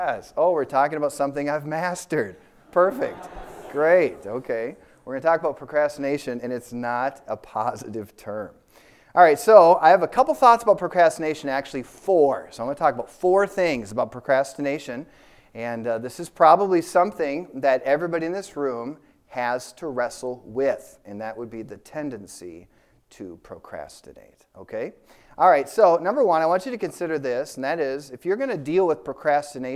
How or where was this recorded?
large echoing room